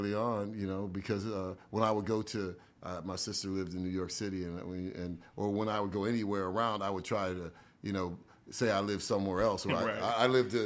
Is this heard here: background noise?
no